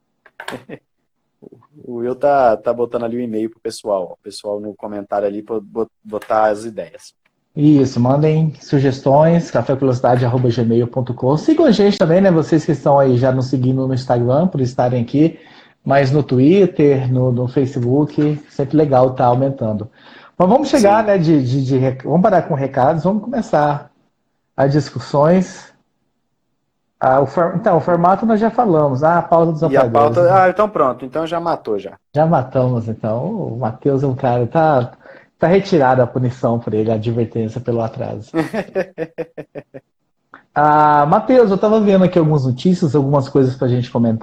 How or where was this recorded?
video call